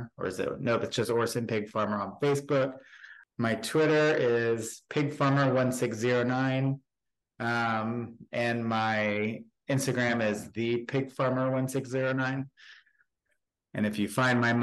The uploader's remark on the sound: Zoom